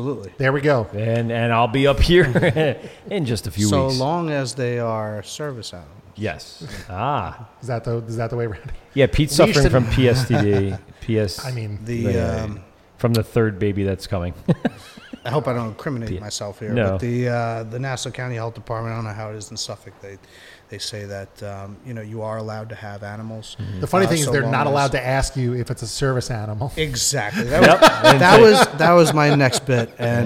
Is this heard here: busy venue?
yes